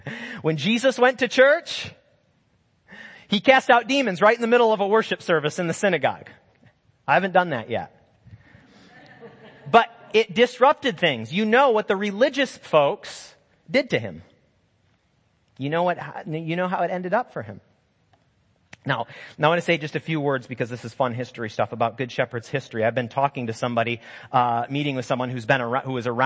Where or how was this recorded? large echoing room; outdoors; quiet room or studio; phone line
large echoing room